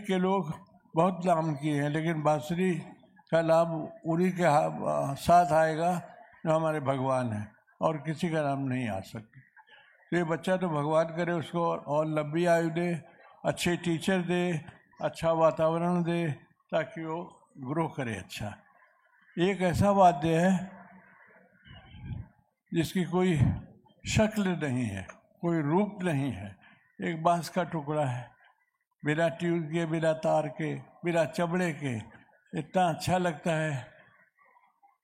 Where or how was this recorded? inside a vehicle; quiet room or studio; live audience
live audience